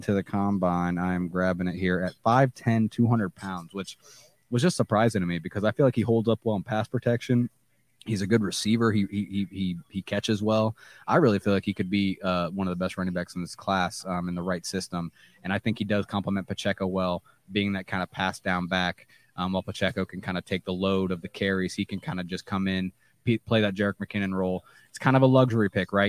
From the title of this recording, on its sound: Live from the NFL Draft Night 2